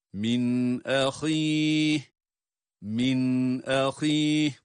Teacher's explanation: Burada izhar var. Nunu açıktan okuyoruz. Min ahih. Sonda ha ile duruyoruz ve ha sesini çıkarıyoruz.